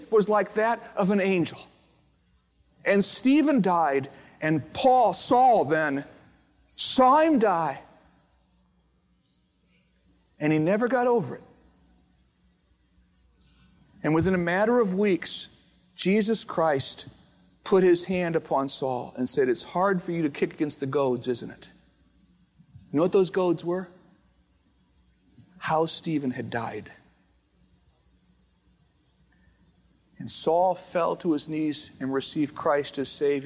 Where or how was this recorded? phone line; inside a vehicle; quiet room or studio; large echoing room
large echoing room